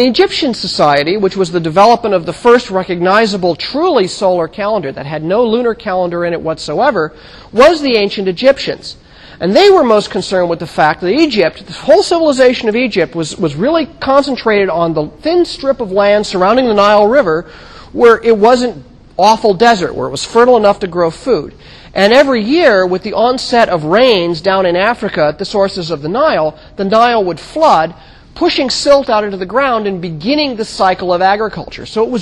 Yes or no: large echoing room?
yes